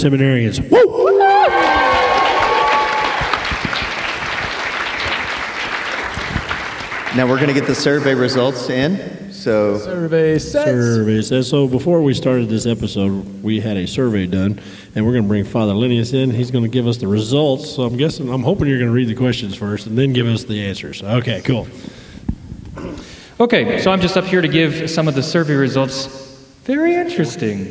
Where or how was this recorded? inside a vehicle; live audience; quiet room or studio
live audience